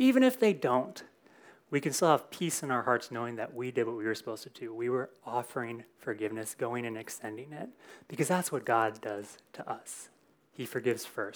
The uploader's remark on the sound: Recorded in SAL101.